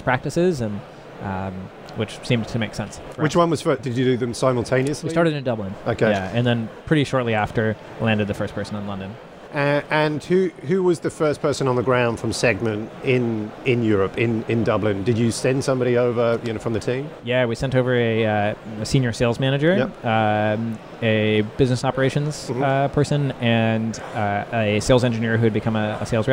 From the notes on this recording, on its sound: live at Slush 2019